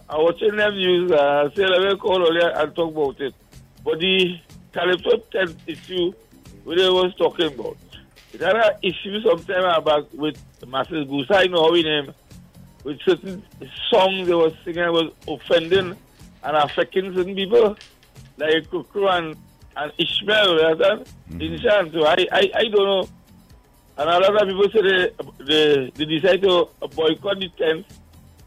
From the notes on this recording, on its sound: we take more calls from the audience